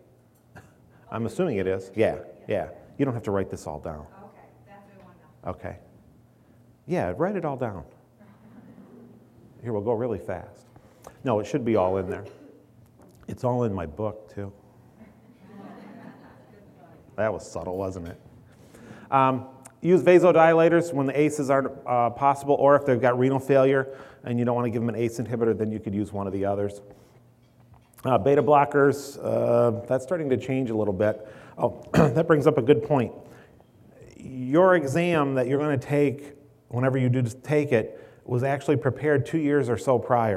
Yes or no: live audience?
yes